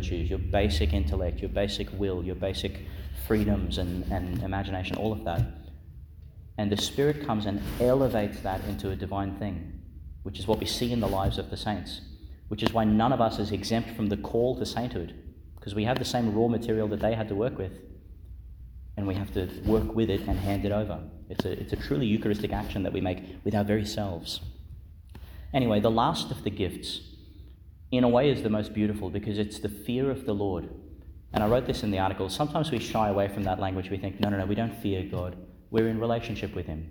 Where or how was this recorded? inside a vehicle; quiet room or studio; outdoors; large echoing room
large echoing room